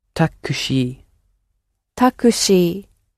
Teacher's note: And we need to make sure the shi is long.